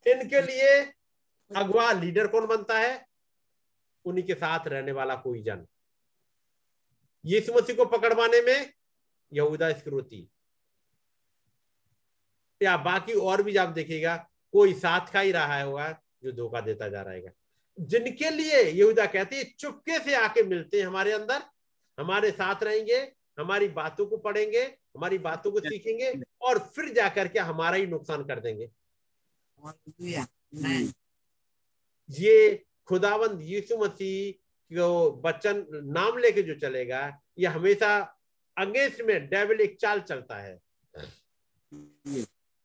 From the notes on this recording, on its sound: Zoom Meeting